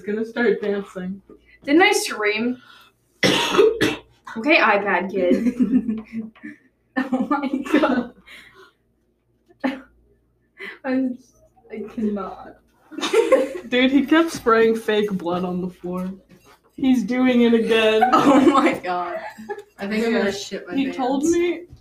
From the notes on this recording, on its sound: We didnt check the mic. Today's episode sounds awful.